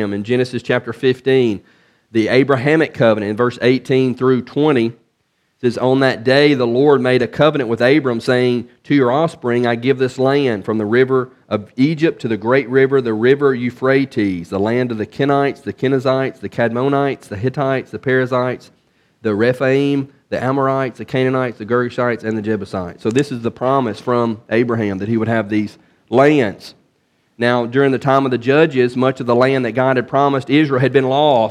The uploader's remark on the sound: from the pulpit of Beaver Baptist in Brighton, Tn.